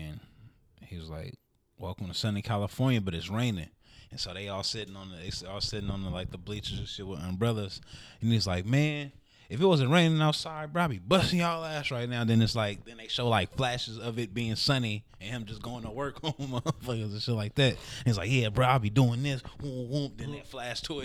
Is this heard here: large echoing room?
no